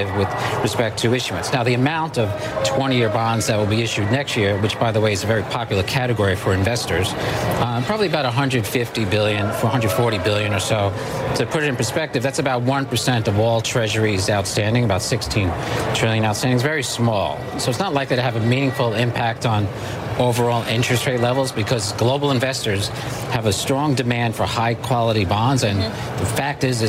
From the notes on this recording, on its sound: live from the New York Stock Exchange